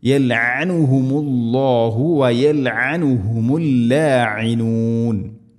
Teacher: ഐന് പ്രത്യേക മഖ്റജ് ശ്രദ്ധിക്കുക. തൊണ്ടയുടെ മധ്യഭാഗമാണ്, ഐന് ഹംസയോ അല്ലെങ്കിൽ ഗൈനൊന്നും ആയി പോവരുത്.